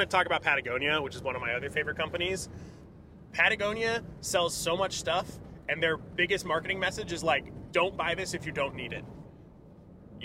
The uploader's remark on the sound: The podcast crew is on the move! We are recording from the car this week.